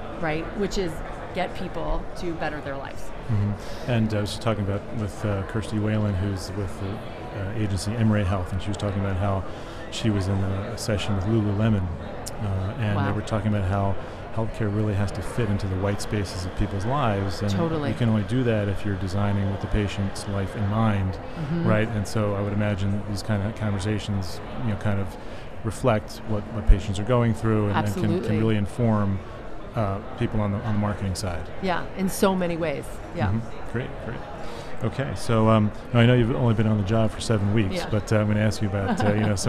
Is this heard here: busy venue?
yes